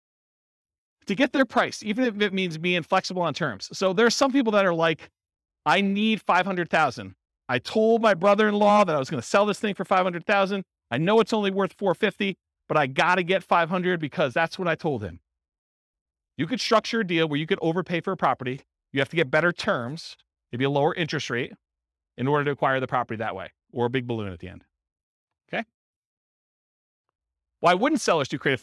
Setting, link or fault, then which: setting, live audience